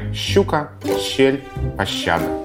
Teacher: Буквой «ща» передается фонема, который в литературном московском произношении соответствует долгий мягкий звук «щ»